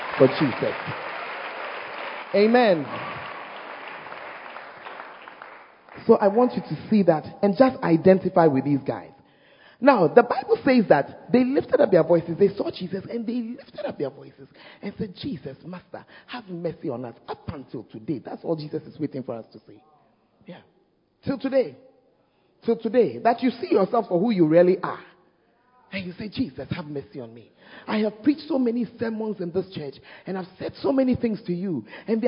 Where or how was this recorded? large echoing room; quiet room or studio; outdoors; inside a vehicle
large echoing room